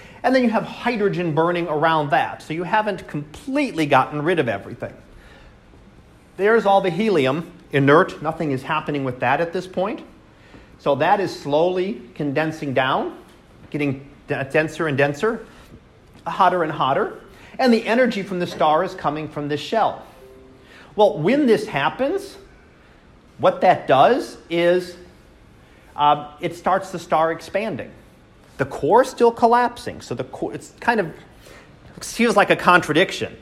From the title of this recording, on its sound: Live Class Lecture